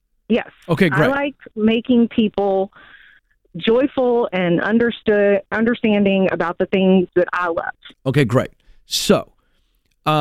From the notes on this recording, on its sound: A Live Coaching Call